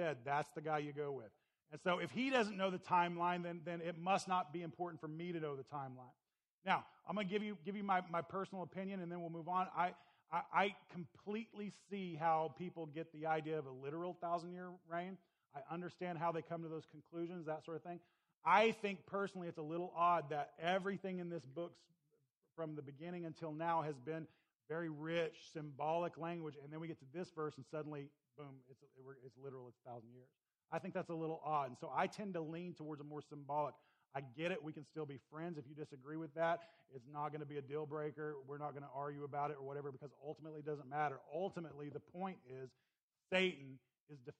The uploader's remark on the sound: Please excuse the low volume of this recording.